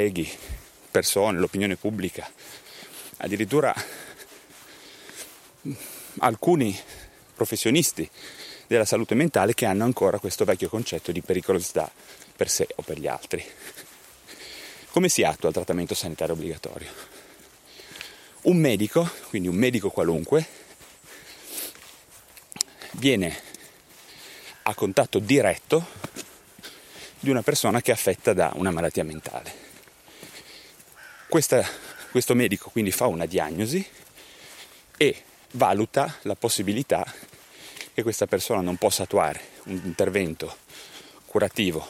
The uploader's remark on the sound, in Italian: In questo episodio registrato in mobilità durante una passeggiata vicino a Cuneo.